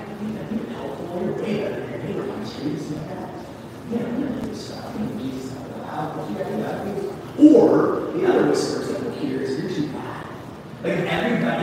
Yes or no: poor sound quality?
yes